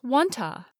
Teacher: Most unstressed syllables and function words become shorter, softer, and less clear. The vowel sound in to, oo, gets reduced to another vowel sound, schwa